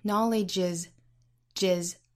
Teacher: Knowledge is like a firefly,跟后面的 is 可以做连读， knowledge is,jizz。那跟后面的 is 一连读，实际上这两个单词就形成三音节了